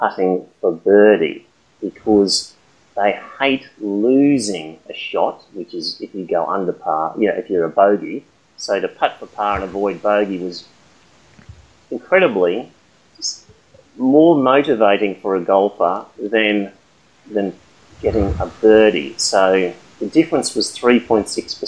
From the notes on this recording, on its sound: Sorry about the audio quality.